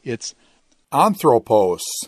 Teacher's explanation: the acute lies on the antepenult